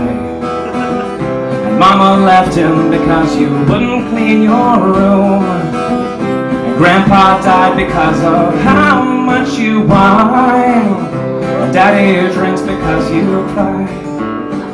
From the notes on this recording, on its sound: Live at the Sub, Thomasville Ga. Awkward applause and laughs are what we live for…